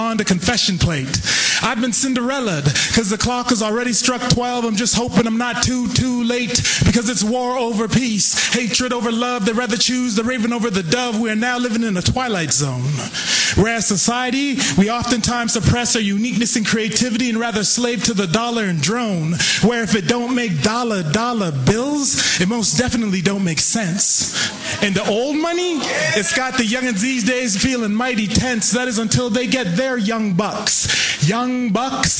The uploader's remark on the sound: Live from the Vancouver Poetry Slam